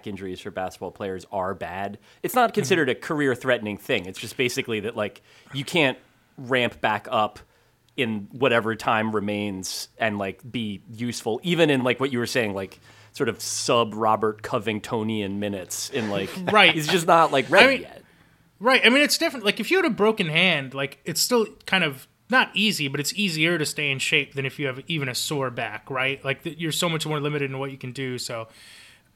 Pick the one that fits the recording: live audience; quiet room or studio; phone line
quiet room or studio